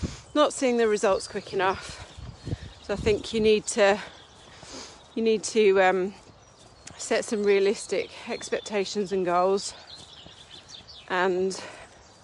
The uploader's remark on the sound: I recorded this episode out walking Henry so at some points you can hear a little bit of wind!